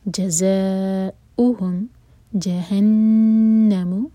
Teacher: نون پر غنہ، نون کو ہولڈ کیا جائے گا دو سیکنڈز